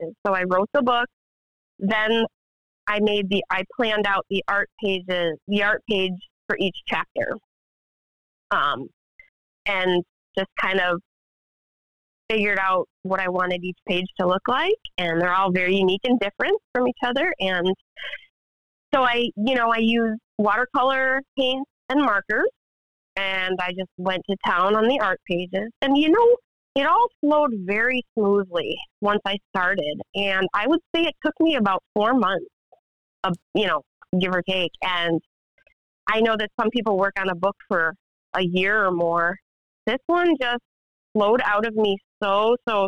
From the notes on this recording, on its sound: Phone interview